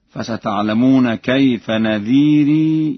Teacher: لورش في لفظ نذير ونكير إثبات الياء، وذلك في حالة الوصل فقط